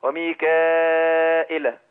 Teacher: هيقول ميكائيل بالهمز بلا ياء زي بالهمز بدون ياء يعني مثلا اقولها وميكائيل.